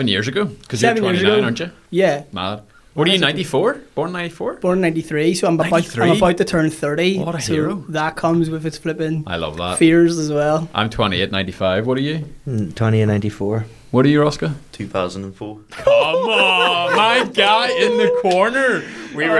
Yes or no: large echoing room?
no